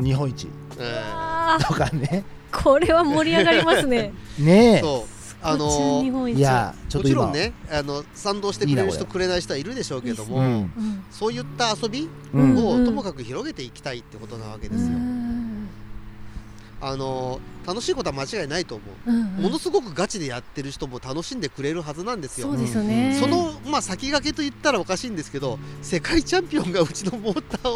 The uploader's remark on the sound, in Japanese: PINE BEACH RC RACEWAY。レース場の横で収録させていただきました！レース場の熱気も相まって。